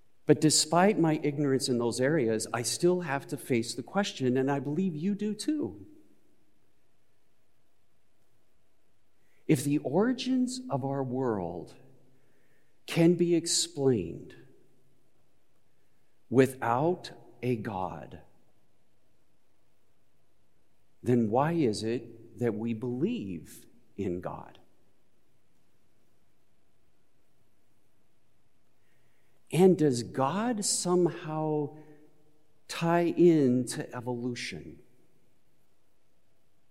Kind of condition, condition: setting, large echoing room